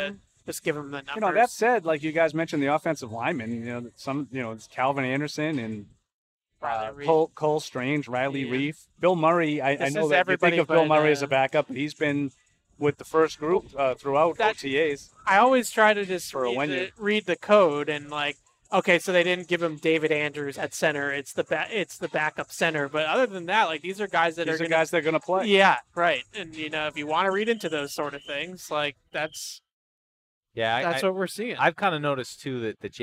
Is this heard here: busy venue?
yes